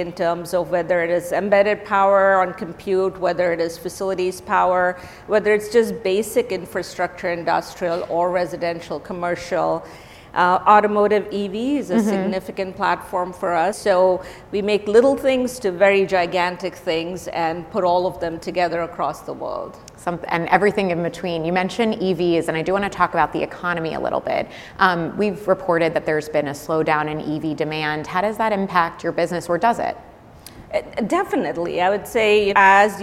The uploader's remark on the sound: This conversation was recorded at WSJ’s CEO Council Summit on December 12, 2023. This conversation was recorded at WSJ’s CEO Council Summit.